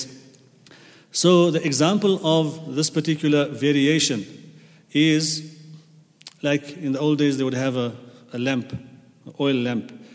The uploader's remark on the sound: at the Houghton Masjid (West Street)